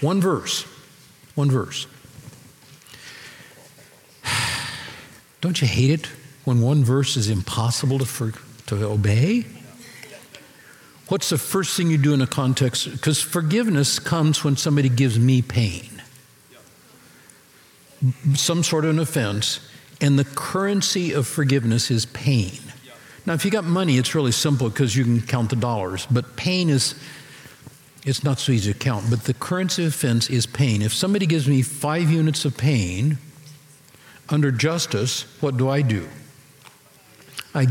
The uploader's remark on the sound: Recorded Live at Capital Church in Meridian, Idaho